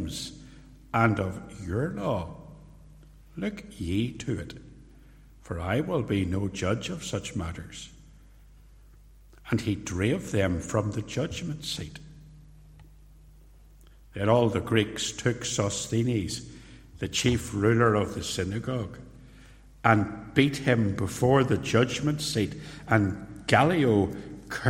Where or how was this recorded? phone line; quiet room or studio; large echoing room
large echoing room